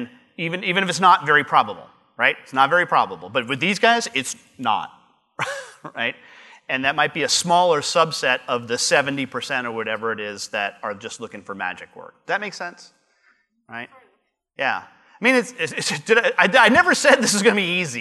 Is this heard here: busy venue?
yes